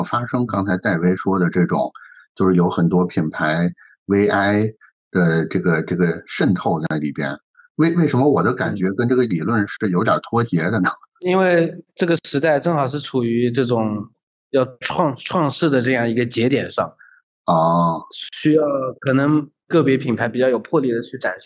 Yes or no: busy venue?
no